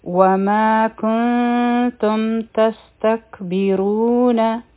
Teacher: کوم مخکې چونکې تا ده، دلته به اخفا کوو، د نون ساکن آواز به پټوو، دوه سیکنډ ټایم به ورکوو. کنتم د میم ساکن نه پس تا راغله، نو دلته کې به مونږه د میم ساکن اظهار کوو او دا دویم لفظ به مونږ زر ادا کوو، ټایم به نه ورکوو.